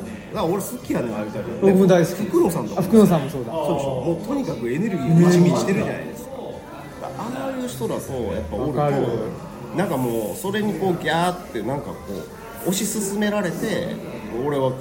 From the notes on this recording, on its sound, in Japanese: 高崎駅前で二人で収録。